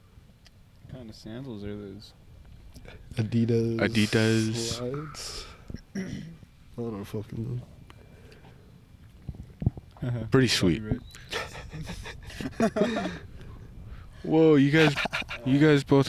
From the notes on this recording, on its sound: some shit audio cuz we did the pod outside